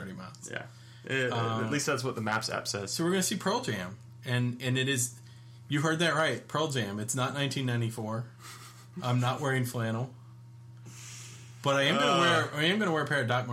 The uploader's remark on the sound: Live in studio here in IRR CON POD World Headquarters. It's kinda echo-ey but it's good podcasting.